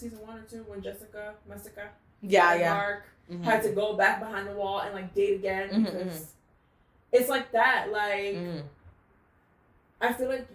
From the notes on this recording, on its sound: Pardon the audio set-up.